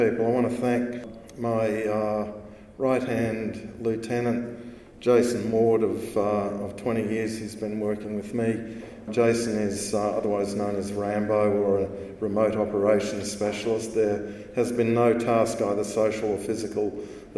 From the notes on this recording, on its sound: This podcast was recorded live at The Northern Miner's Canadian Mining Symposium held at Canada House at Trafalgar Square in London, U.K., in late May 2019.